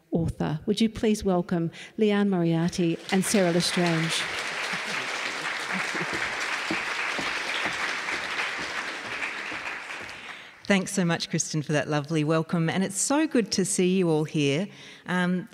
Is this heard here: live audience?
yes